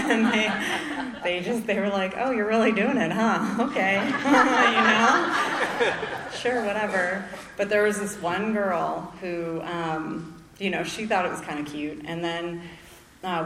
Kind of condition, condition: setting, live audience